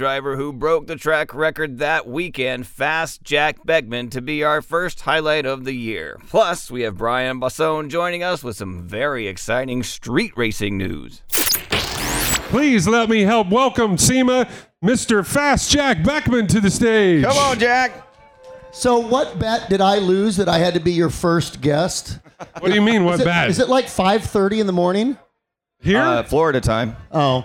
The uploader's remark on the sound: SEMA SHOW 2019 An Automotive Celebrity Mash-Up from the Shell Pioneering Performance Stage. On the Shell Pioneering Performance LIVE Stage.